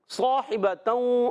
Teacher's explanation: صاد کے بعد الف آ گیا یہ الف بھی موٹا ہو جائے گا